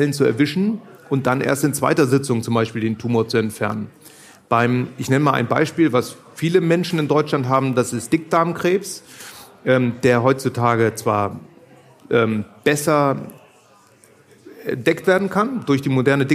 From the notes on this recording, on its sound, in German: live vor Publikum aufgezeichnet